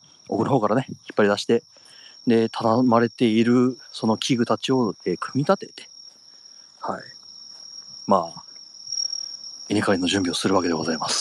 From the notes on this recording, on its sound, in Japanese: 若干咳き込みながら地元をぶらぶらと歩きながら配信します